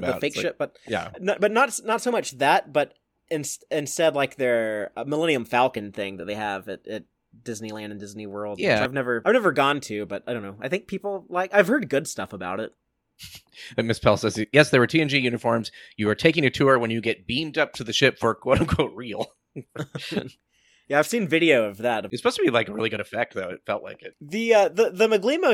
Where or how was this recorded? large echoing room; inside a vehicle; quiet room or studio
quiet room or studio